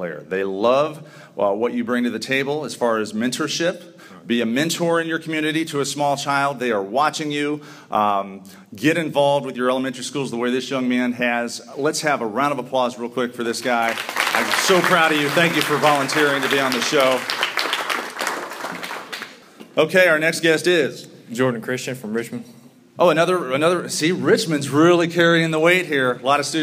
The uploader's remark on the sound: We begin with a live studio audience talking leadership and service at the IHSAA Student Leadership Conference.